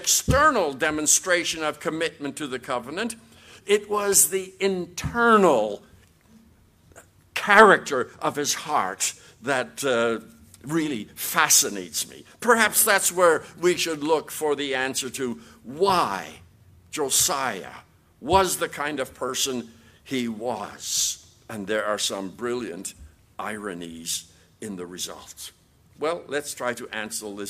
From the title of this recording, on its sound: QTC Chapel Service